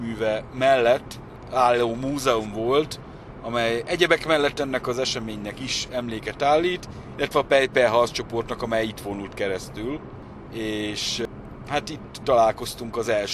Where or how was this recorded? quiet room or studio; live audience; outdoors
outdoors